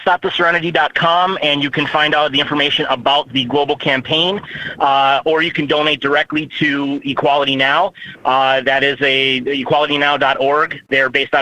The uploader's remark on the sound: Comic book call-in show.